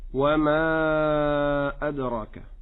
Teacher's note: في الآية الثالثة من سورة القارعة نجدها بدأت بقوله وما أدراك، هنا المد يثبت ونمده أربع حركات من باب المد المنفصل